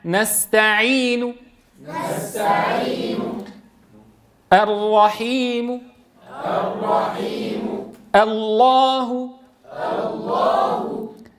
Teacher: آتي ببعض صورة الضم، ببعضها يعني بضم الشفتين شوية، وببعض صوت الضم، فآتي بجزء الضمة هكذا نستعين.